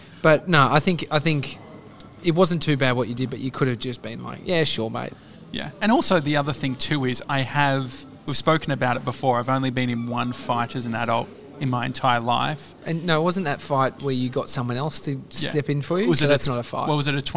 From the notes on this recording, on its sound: Today we're live from our favourite cafe, Au79!